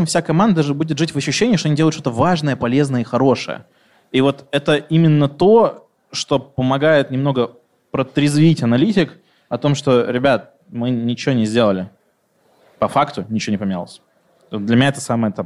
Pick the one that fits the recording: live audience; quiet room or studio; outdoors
live audience